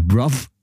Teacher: man spricht ja in manchen Teilen Englands das TH auch nicht als TH aus, sondern eben als V oder F